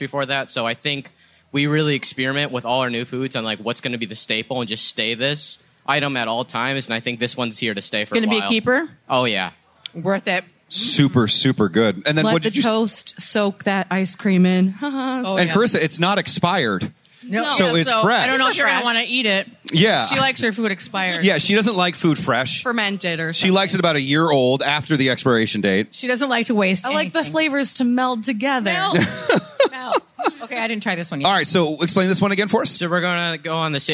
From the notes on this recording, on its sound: Podcast live from Hubbard Day at the Minnesota State Fair. A visit from 4H with goats and a turkey.